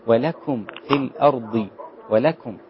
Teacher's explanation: الكاف رقيقة جدا مع الضمة